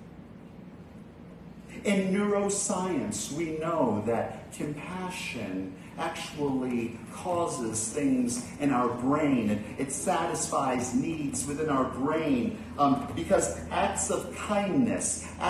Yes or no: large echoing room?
yes